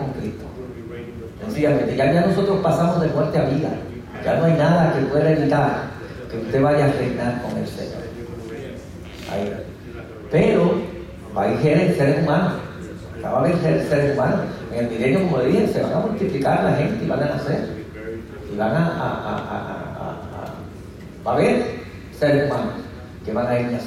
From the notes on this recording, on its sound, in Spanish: Nuestras disculpas por la calidad de el audio en este episodio ya que nos vimos forzados a utilizar una fuente alterna de el mismo. IDDPMI Columbia.